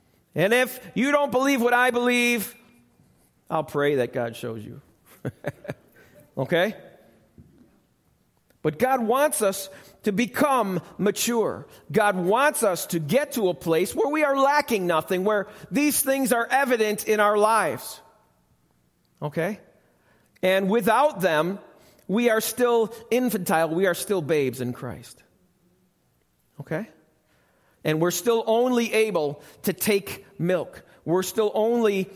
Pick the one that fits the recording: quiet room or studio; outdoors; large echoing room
large echoing room